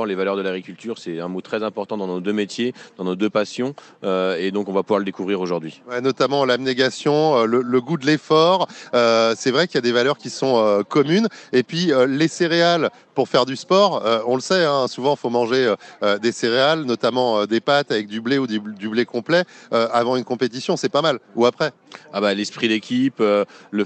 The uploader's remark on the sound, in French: En direct du SIA